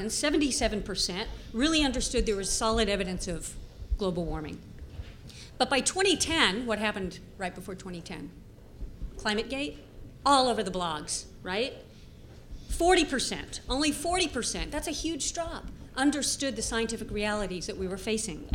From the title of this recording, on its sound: Panel at #Media99 Summit